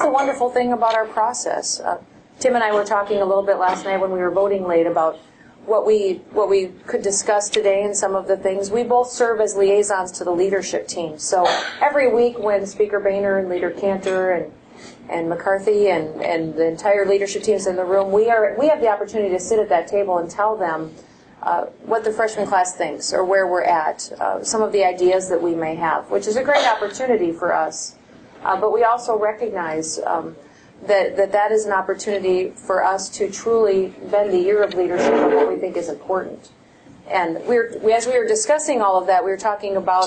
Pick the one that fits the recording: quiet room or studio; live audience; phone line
live audience